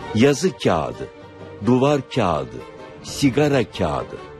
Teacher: yumuşak G'yi söylemek yerine kendisinden önceki A sesini bir ölçü uzatarak